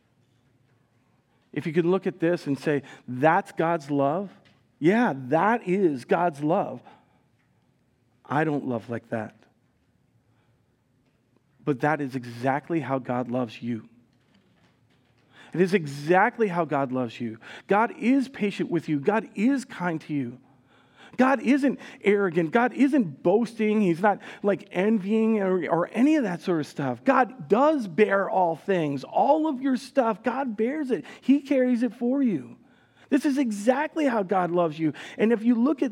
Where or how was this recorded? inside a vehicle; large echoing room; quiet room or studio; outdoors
large echoing room